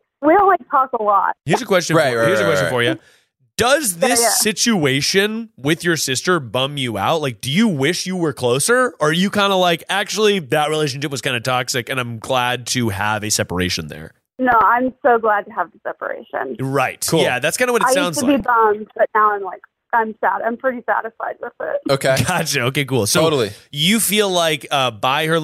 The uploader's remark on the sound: We take calls